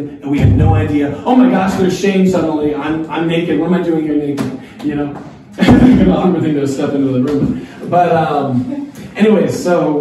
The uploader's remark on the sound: A live Q&amp;A time after the live talks at New King Church. A live Q&A time after the live talks at New King Church.